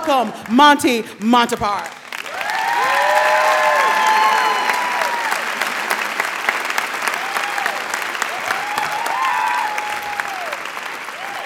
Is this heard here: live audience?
yes